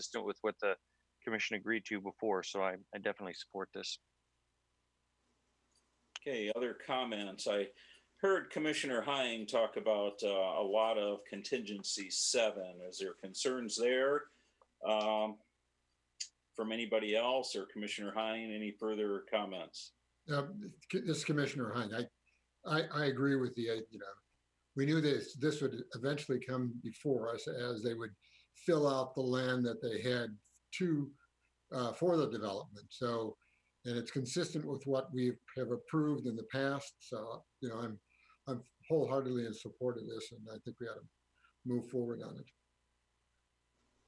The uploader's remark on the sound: This is a regular meeting of the City of Midland, Michigan Planning Commission. This was an online Zoom webinar brought to you the MCTV Network and the City of Midland.